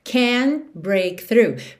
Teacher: você também não ouve o T de can't break through